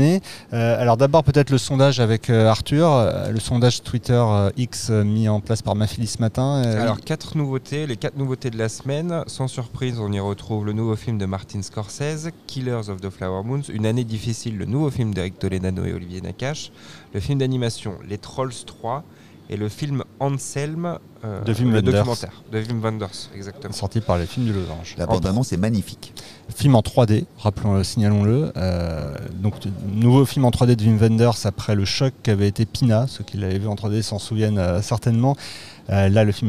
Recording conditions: busy venue